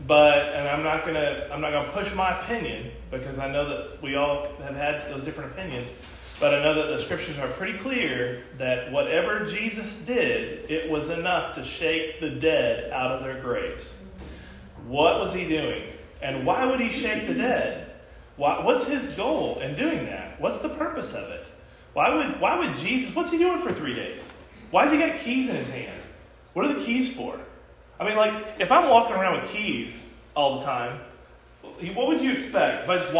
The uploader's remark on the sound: This podcast was recorded at the Summerdale Church of Christ.